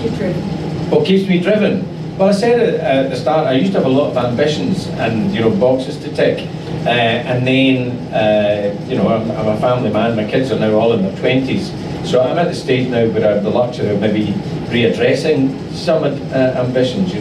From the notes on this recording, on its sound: (Live). This episode has a sound recording problem which doesn't reflect the quality of usual episodes.